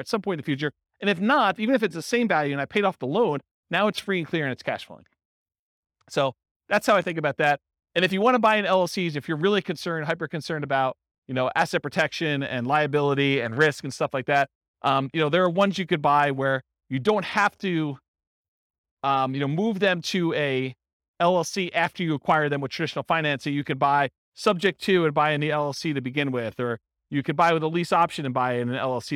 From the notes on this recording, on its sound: This was a live class recorded. In Gilbert, Arizona.